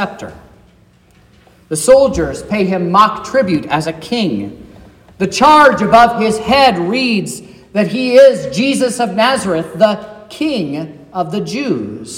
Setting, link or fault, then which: setting, large echoing room